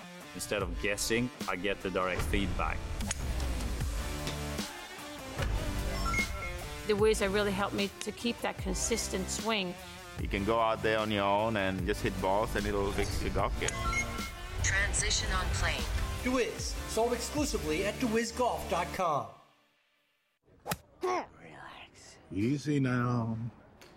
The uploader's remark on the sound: broadcasts live from TPC River Highlands at the Travelers Championship